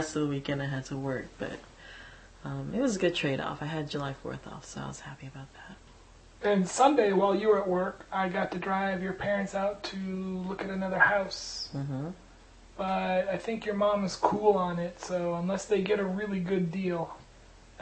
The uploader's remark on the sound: First recording on a little digital recorder, but there is no mic so it's still rough.